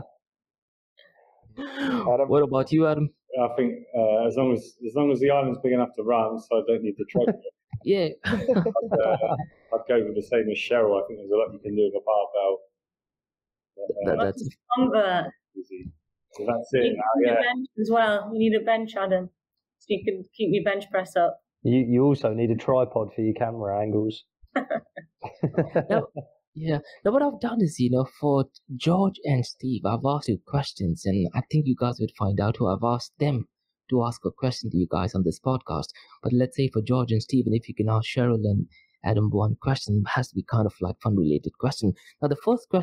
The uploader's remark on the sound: Recorded via Google Meet